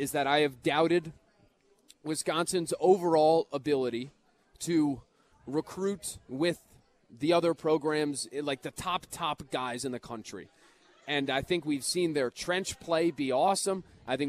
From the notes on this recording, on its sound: live from Monk's in Sun Prairie